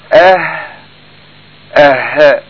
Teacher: لكن مثلا حرف الهاء تقول اه اه، تجد ان الهاء تخرج من وين؟ من الحلق